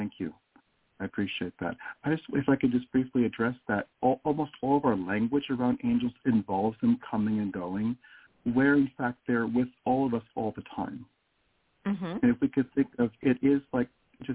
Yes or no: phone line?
yes